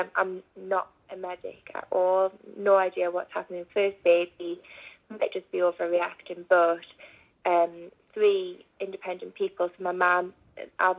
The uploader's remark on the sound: on the phone - so apologies for the sound quality.